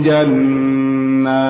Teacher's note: dipanjangkan dua harokat. Nah, jangan terlalu panjang. Cukup dua harokat.